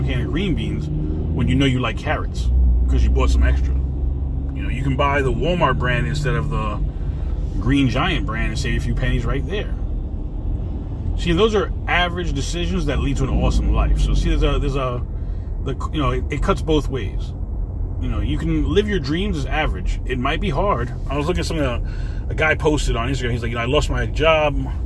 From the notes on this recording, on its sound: In this CarCast